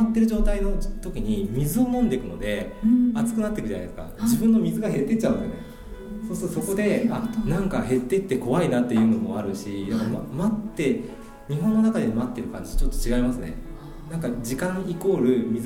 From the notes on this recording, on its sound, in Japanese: サハラ砂漠マラソン報告会（公開収録）。